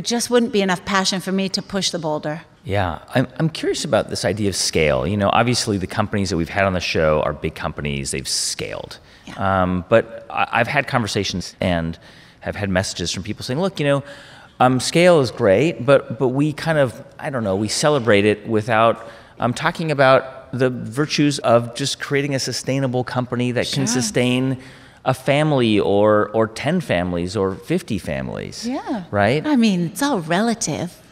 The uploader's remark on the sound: Live From The HIBT Summit